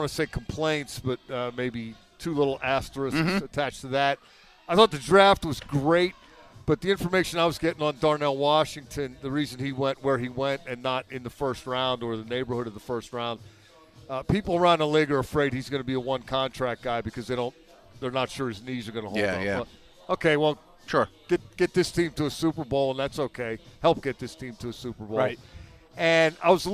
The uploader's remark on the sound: live from the UPMC Rooney Sports Complex on day 8 of Steelers' OTAs